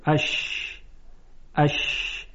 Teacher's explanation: و بیان شد که اگر وسط زبان به طرف بالا بره، منتها متصل نشه به سقف دهان، بلکه اینقدر نزدیک بشه که یک شیار باریکی میانه وسط زبان و سقف دهان ایجاد بشه و هوا با فشار از اون شیار عبور کنه · Term: شین